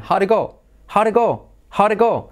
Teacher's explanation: Es como que se comen el did. So, how did it go?